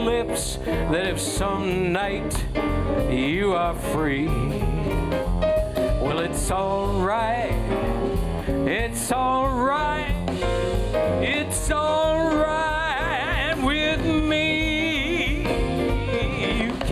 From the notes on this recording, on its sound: Live at the South Point Casino